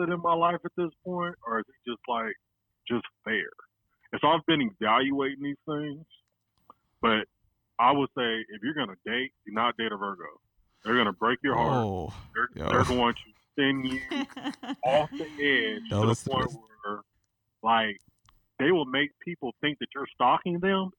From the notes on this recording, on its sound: On this episode we take a few phone calls